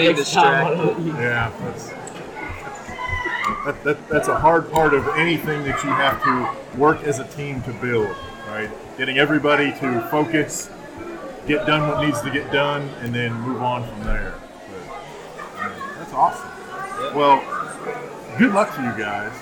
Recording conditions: busy venue